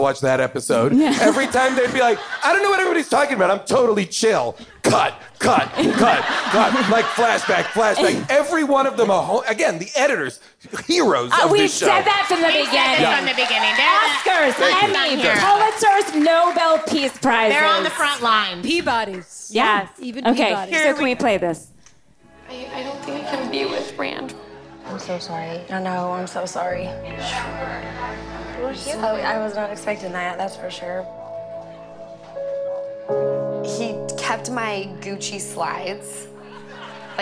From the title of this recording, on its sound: Live from Largo